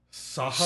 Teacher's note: You get pretty close if you try to say Sahara with the stress on the first syllable.